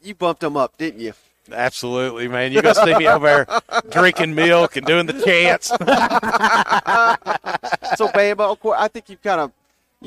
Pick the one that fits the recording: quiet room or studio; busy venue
busy venue